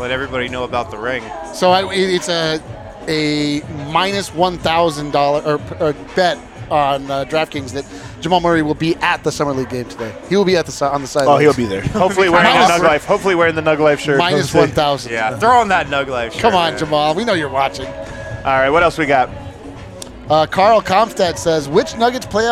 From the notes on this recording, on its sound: live from Circa Stadium Swim